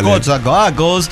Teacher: Otros redondean más la O como yo